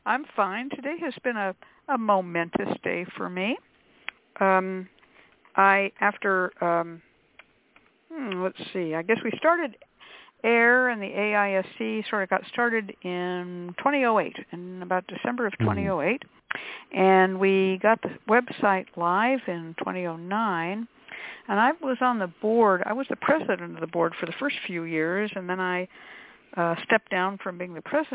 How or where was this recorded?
phone line